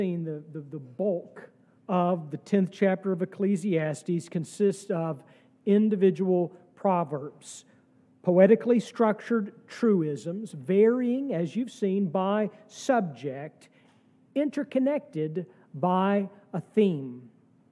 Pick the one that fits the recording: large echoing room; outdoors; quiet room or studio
large echoing room